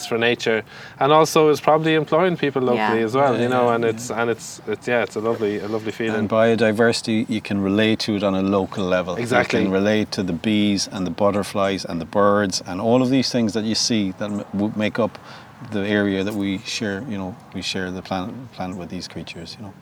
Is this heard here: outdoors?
yes